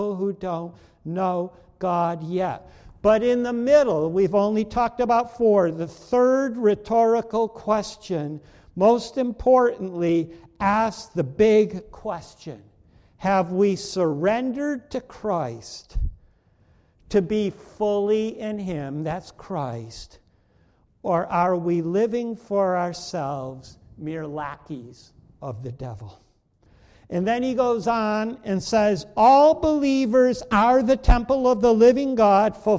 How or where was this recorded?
large echoing room